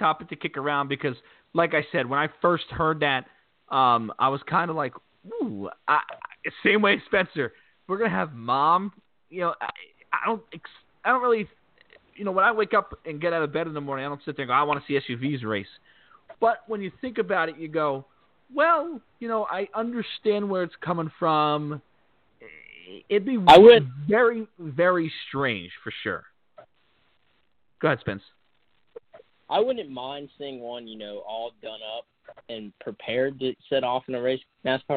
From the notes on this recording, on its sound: we’ll take your phone calls.